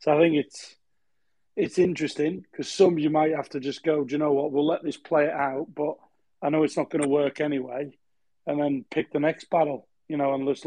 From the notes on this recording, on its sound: These discussions take place live as part of a Twitter space